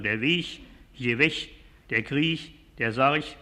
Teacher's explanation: Am Schluss des Wortes wird das hochdeutsche G als CH gesprochen